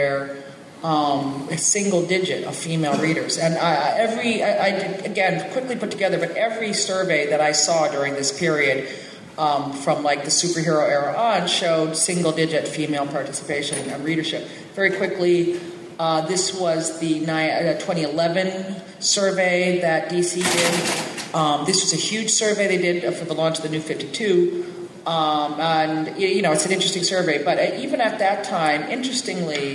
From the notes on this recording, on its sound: San Diego Comic Con Panels. This year at Comic Con, I had the pleasure of moderating these 2 informative panels.